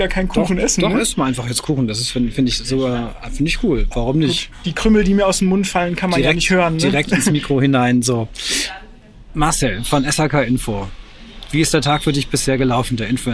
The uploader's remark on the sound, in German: Live vor Ort beim Viessmann Influencer Tag